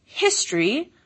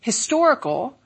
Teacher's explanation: Well, you'll notice in those two words the stress shift. History, stress on the first syllable, historical, stress on the second syllable. Because the stress is on the first syllable in history, it's more likely that the H will be pronounced in history.